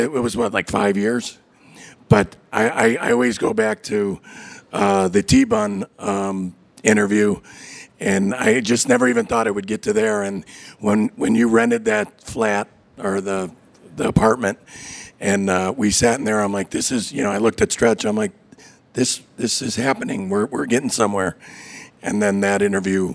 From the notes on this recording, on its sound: got together at the Texas Taco Bar in Chicago to have a live panel discussion and Q&A.